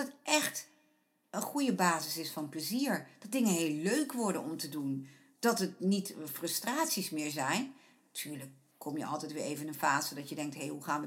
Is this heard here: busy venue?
no